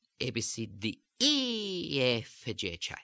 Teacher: Now, if I were to choose E as the most important word in the utterance, then A, B, C, D would lead up or the rising action, A, B, C, D, and then E would rise and elongate.